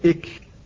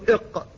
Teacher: المخرج الأول من مخارج اللسان هو أقصى اللسان، أي أصل اللسان، منبت اللسان، وهذا مكان فيه مخرجان، مخرج القاف ومخرج الكاف، فالقاف إلى جهة الحنك الأعلى والكاف إلى أسفل، فتقول إق وتقول إك. والكاف مهموسة والقاف مجهورة، والقاف فيها عوامل القوة، لأنها أولا حرف استعلاء، وكذلك فيها القلقلة.